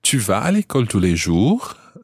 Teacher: And raise your voice at the end.